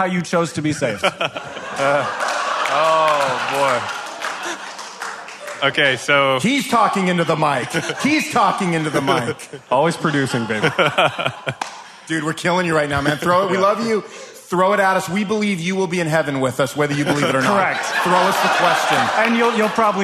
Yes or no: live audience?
yes